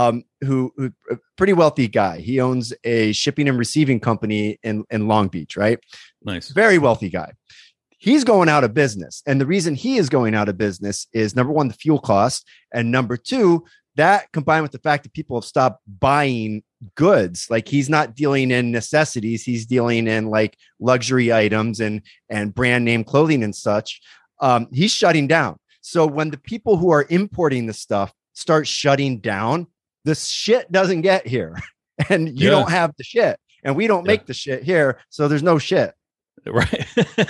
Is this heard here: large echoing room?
no